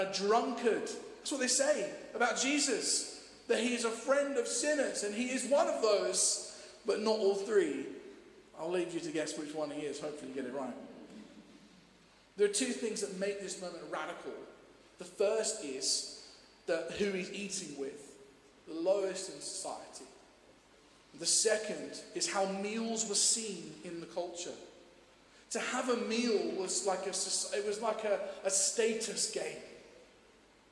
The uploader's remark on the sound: Streamed live at St Paul's Shadwell